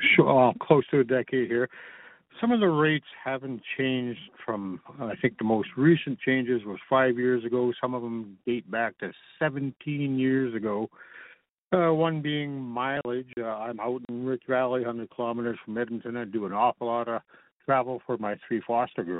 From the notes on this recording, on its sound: interactive telephone town hall